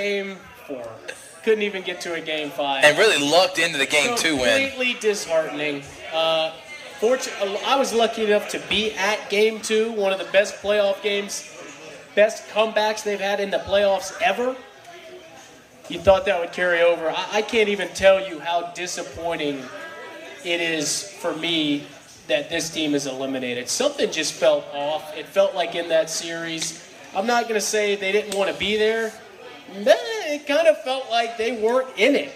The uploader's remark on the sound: Georgia Alabama Sports Live Show that took place at Happy Hour Bar and Grill on Tuesday Night